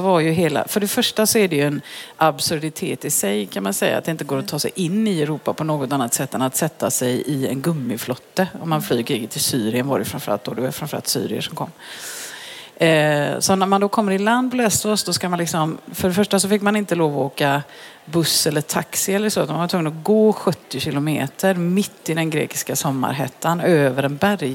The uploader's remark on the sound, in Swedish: Bonusavsnitt live. Intervjun spelades in på Vetenskapsfestivalen i Göteborg.